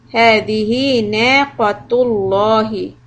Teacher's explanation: So we do qaf heavy and then lafz jalala lam will be heavy as well.